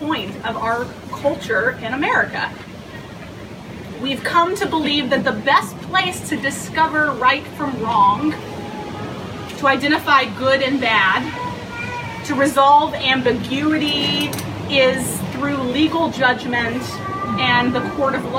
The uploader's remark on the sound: Worship Among the Leaves (an outdoor recording)